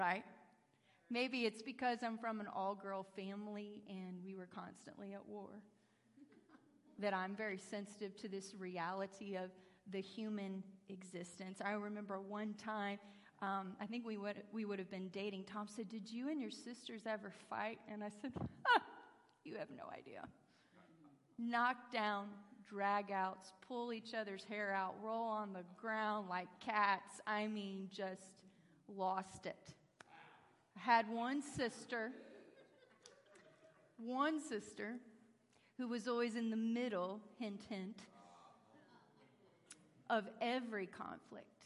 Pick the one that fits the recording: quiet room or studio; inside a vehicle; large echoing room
large echoing room